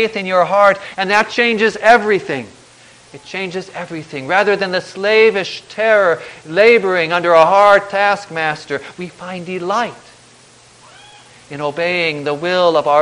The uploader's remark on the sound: Preached on January 3, 2010, for the Second Sunday after Christmas, at St. John's Ev.